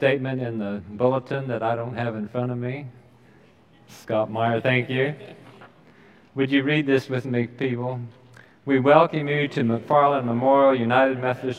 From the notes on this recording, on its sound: Recorded live during the Sunday worship service.